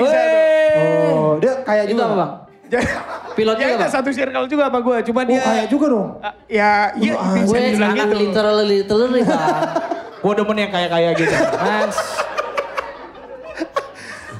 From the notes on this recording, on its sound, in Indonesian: Podcast Seminggu live Jakarta